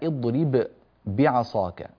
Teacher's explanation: كلاهما يخرجان من مخرج واحد وهو الشفتان بانطباق · Term: باء ملتقية مع باء